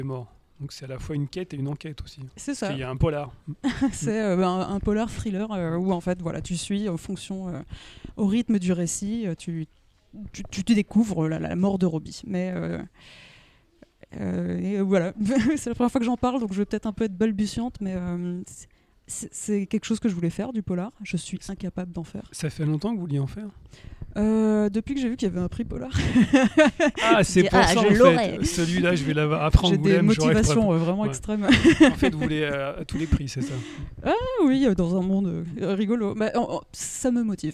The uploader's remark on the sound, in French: lors de la dernière édition du festival Formula Bula à Paris.